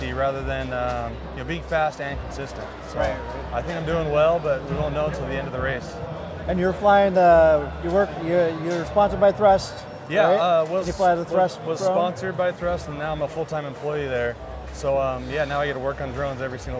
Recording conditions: busy venue